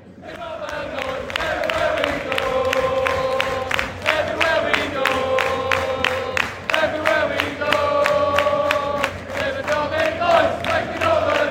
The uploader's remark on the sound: SBW At The Match: Charlton Athletic (A). Recorded throughout the day and directly in the away at The Valley, this is our audio adventure and highlights from a gritty, hard-fought 1-0 victory.